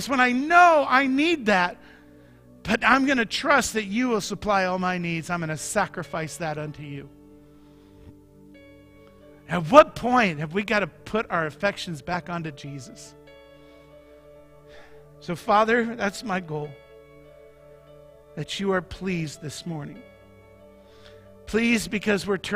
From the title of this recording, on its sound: Mt. Zion Church Live!